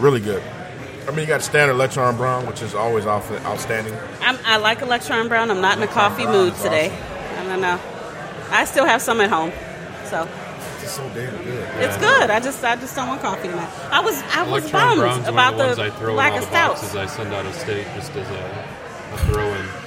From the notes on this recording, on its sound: Live at Old Nation